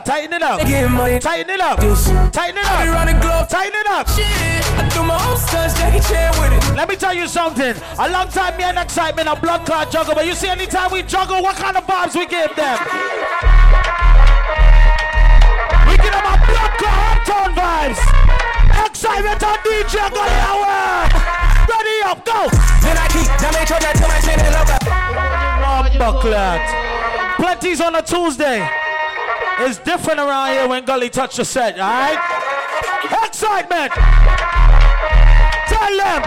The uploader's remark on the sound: LIVE At 2uesdaze New Years Day